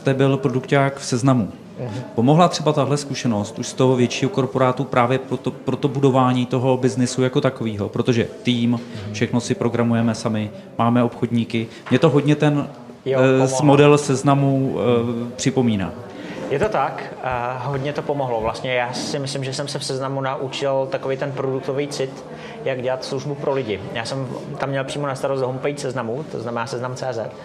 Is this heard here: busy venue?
yes